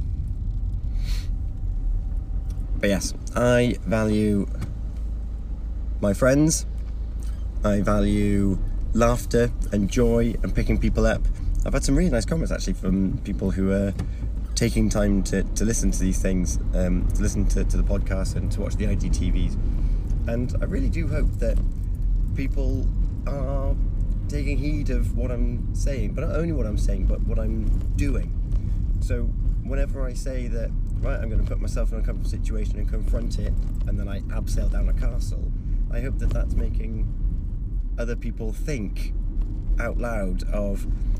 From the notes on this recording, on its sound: Excuse the driving and the distraction - I was staying safe!